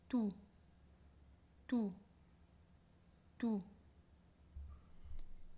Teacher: La T española no se aspira y la U aquí em, bien cerrada y tensa.